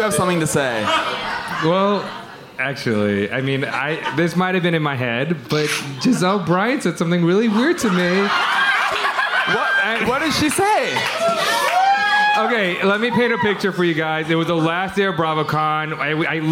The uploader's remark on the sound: Took the stage in NYC at City Winery for our very special live "Virtual Reali-tea" event. Sat down with a live audience.